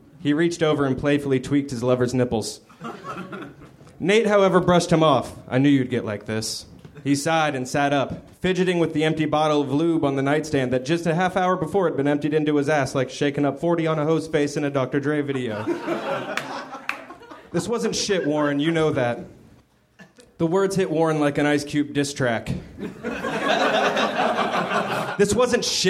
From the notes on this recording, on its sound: Recorded at the Nerdmelt Theater, July 15, 2013.